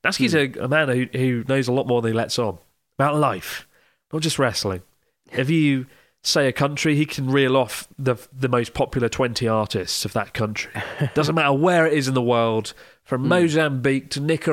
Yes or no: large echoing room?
no